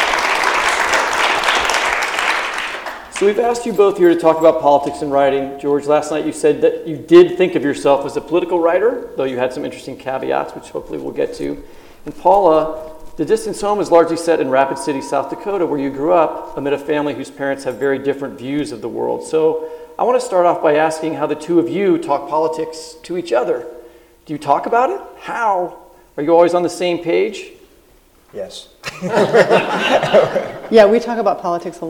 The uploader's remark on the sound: taped live at the Unbound Book Festival in Columbia, Missouri